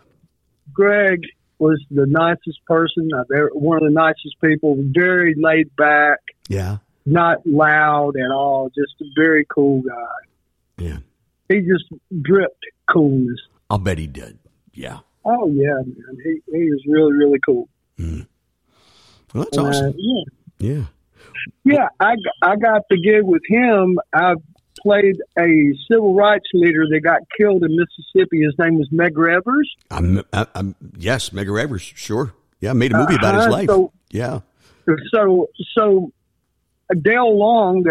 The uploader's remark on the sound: He joins us by phone from his home in Huntsville, Alabama.